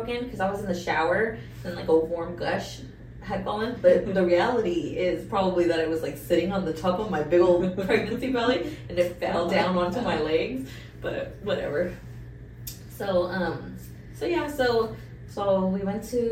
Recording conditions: poor sound quality